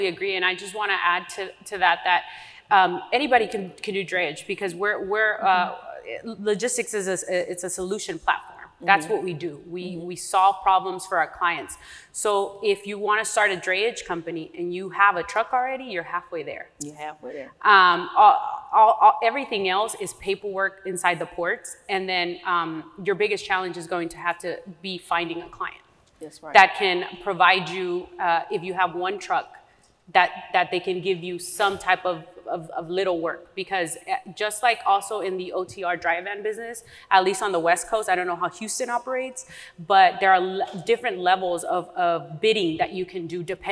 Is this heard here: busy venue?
yes